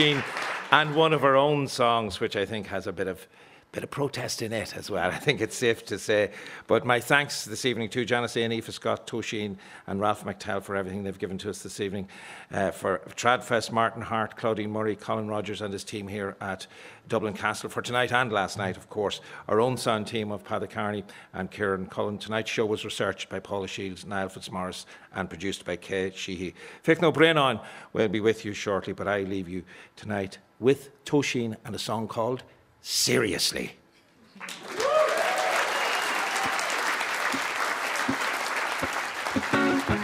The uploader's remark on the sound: TradFest 2024 - Arena Special Night Two. Live from Dublin Castle.